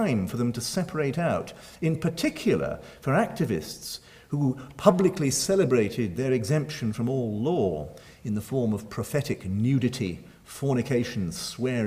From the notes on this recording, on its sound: Recorded 30 April 2012 at St Cecilia's Hall, Edinburgh.